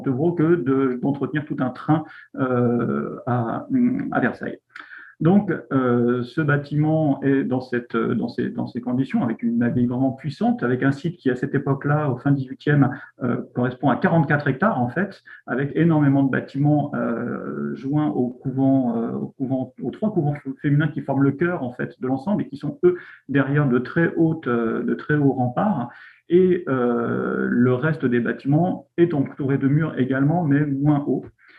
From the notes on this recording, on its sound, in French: Discussion Enregistré sur Zoom